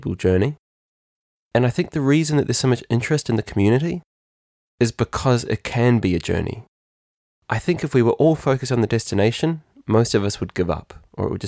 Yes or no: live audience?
no